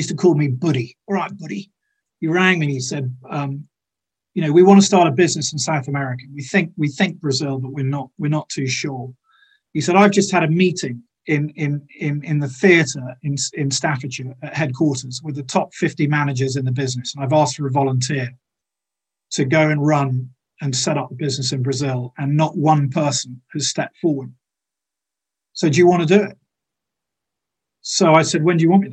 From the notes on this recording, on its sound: This podcast is recording of a Beyond Radley event - virtual talks by experts from the Radley community.